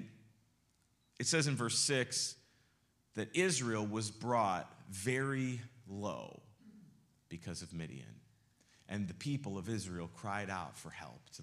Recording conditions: large echoing room